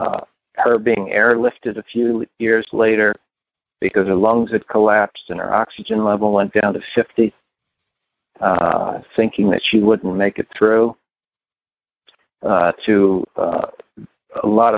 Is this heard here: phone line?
yes